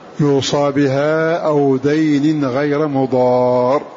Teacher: فحفص هنا فتح الصاد في هذا الموضع فقط